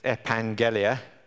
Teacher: I've stuck to the strong spelling there, which doesn't put the N in, but it's that double G is pronounced as an ung, so it's epangelia.